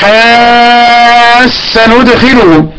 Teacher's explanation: ادغمت التاء في السين